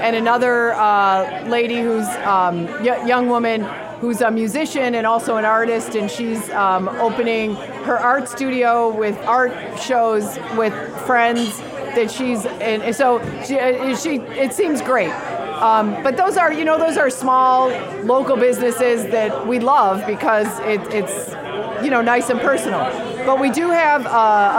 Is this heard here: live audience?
yes